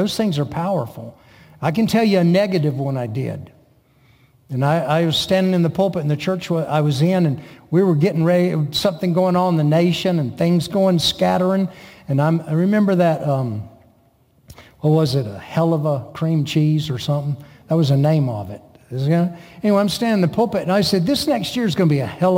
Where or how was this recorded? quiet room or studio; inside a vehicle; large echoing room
large echoing room